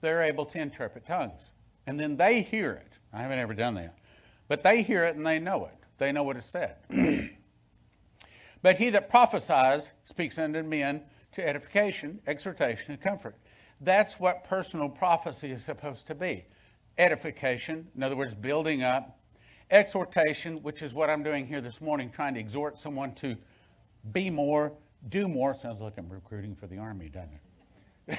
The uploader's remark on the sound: Sunday Main Service